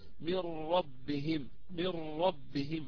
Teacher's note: ندخلها في الراء وتصبح الراء مشددة لأن الإدغام كامل · Term: إدغام كامل بلا غنة